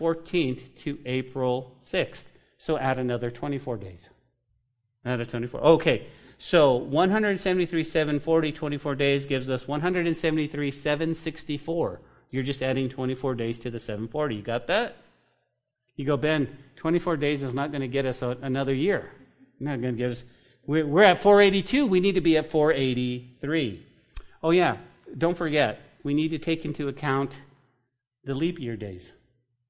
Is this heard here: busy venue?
no